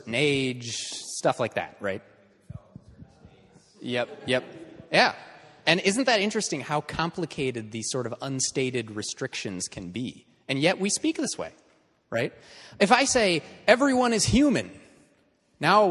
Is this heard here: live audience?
yes